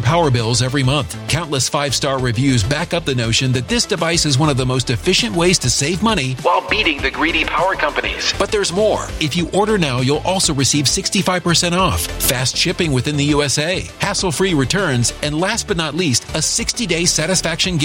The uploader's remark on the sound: Press Conference from Mar A Lago